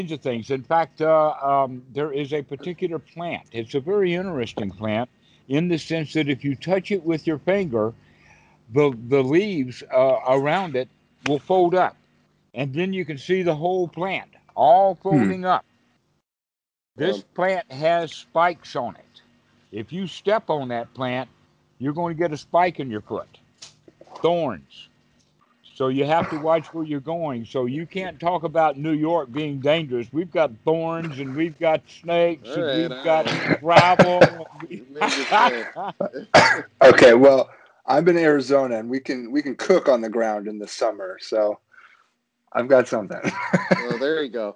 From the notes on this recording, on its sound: skype calls on this channel